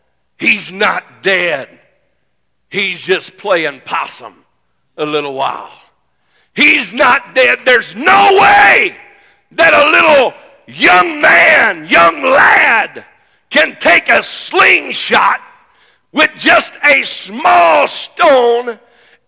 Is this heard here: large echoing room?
yes